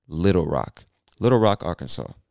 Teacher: I think many Americans will pronounce this as little, almost as if the two T's were two D's